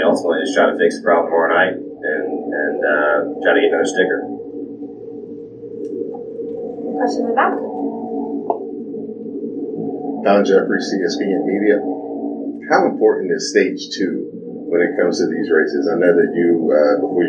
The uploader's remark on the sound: On location at Richmond Raceway covering this weekend’s Nascar event. This episode consists of Friday’s press conference.